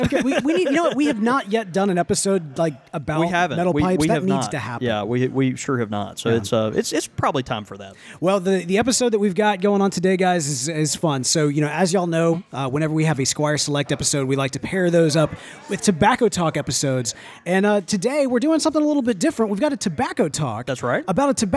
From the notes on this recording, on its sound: Tobacco Talk: Texas Tea (Live From Texas). Broadcast LIVE from the Texas Pipe Show!